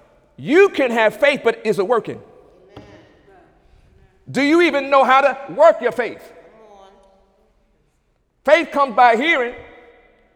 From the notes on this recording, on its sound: During Wednesday night service on February 8, 2017